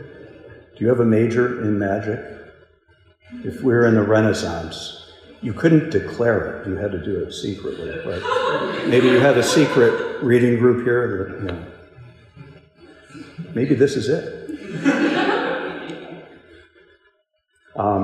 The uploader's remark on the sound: This lecture was given at Hillsdale College. As part of the Thomistic Institute conference "Christology in Literature."